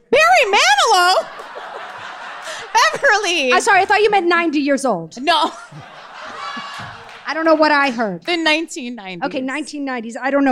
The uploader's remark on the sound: LIVE at the Bell House in Brooklyn